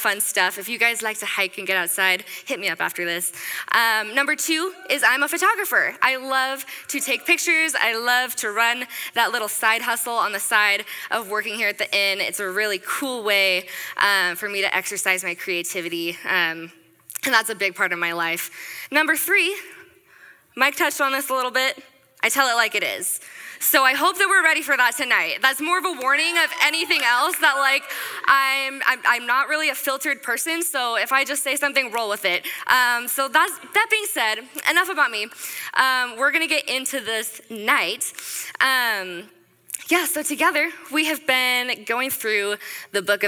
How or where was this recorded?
live audience